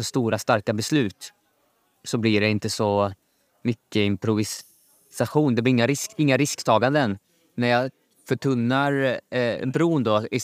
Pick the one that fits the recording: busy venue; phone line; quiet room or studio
busy venue